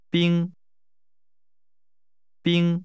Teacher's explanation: Ice is pronounced with a high level tone.